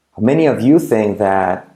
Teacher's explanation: puedo saltar la H de how, es decir, how, how many of you think that, that, semiclave TH, ¿vale?